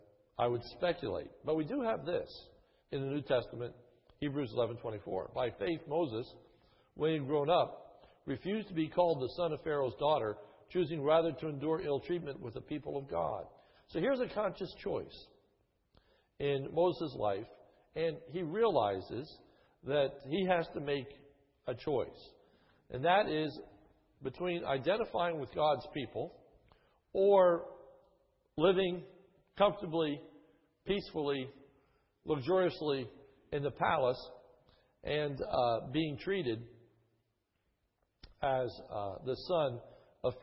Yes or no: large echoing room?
yes